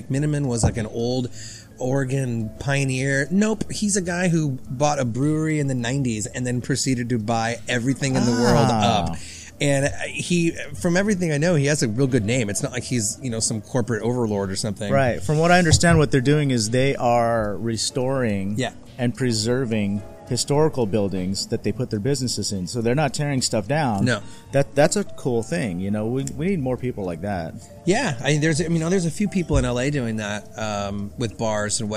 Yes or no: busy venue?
yes